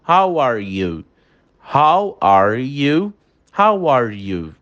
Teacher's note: Repara que entra um som de W aí a mais e faz essa junção, se torna um som único.